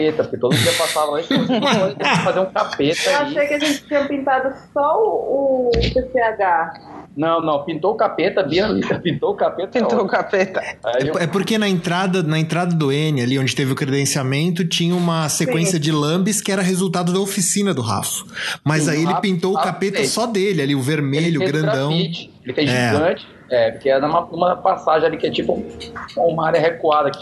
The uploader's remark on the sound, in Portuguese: O bate-papo aconteceu. Via Skype.